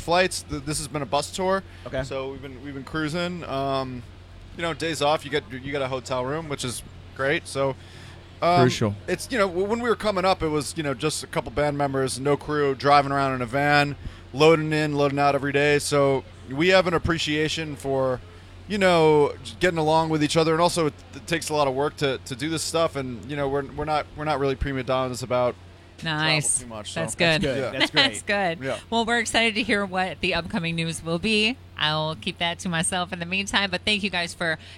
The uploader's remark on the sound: The Mix is live backstage at Lollapalooza 2023! Dropped by the Mix tent backstage.